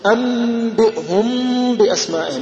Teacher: أما فتح الشفتين فقلنا هذا أمر محدث، والإمام الداني في التحديد نص على أن الإخفاء الميم، إخفاء الميم عند الباء لا بد فيه من إطباق الشفتين